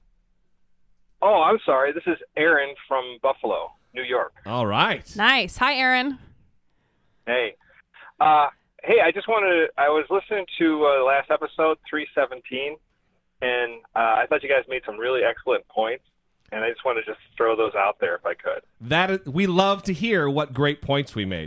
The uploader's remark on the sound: Call-in Episode. Take calls from listeners.